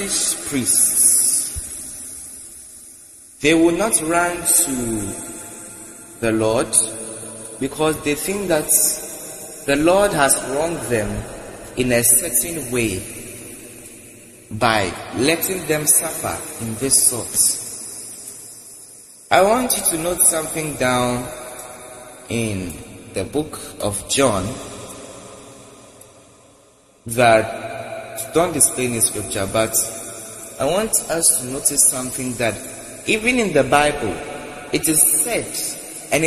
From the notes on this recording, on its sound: Preached at The February Global Communion Service, LIVE at the Love Arena Church, Accra - Ghana.